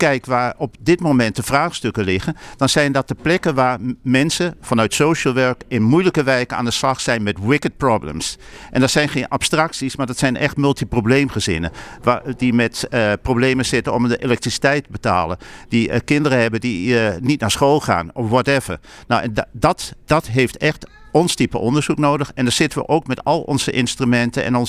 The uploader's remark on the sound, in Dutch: We waren live vanuit Leiden. Live updates vanuit het SIA-congres.